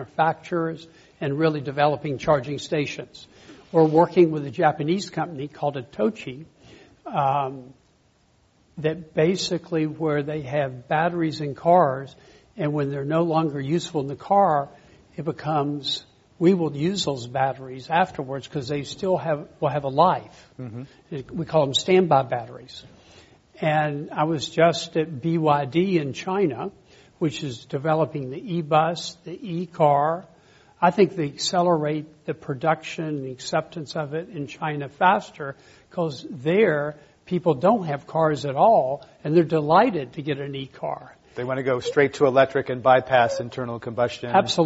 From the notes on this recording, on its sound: This program was recorded in front of a live audience at the Commonwealth Club of California, San Francisco on April 5th, 2011